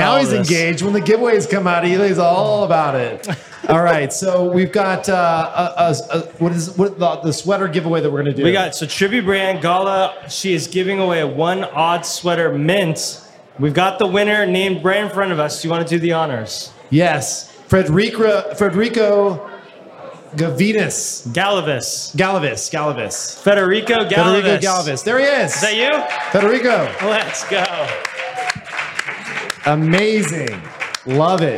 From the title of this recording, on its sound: Live Audience Panel